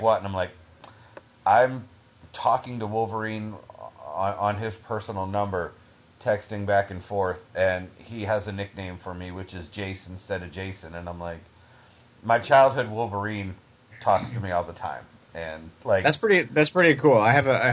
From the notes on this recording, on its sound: This was done over two phone calls.